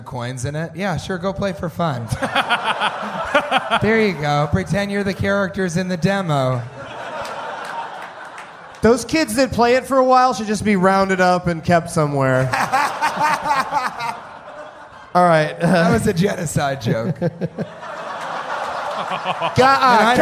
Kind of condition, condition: setting, live audience